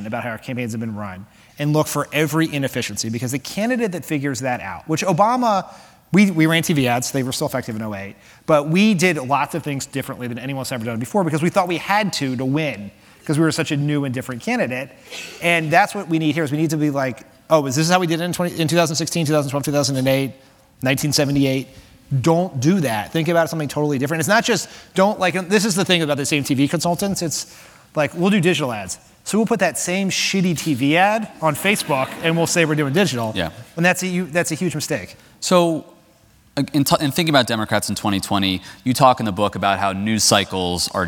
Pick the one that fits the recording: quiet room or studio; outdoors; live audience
live audience